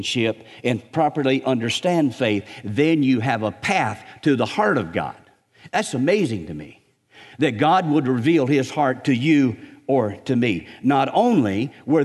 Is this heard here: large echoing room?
yes